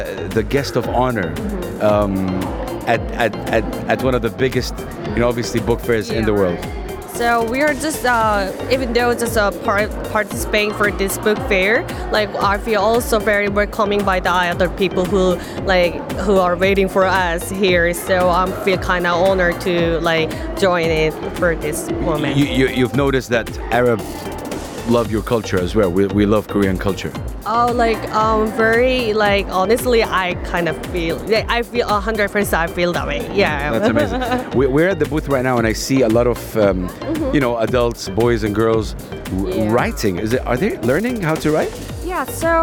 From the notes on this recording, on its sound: Live from SIBF 2023. Republic of Korea Booth.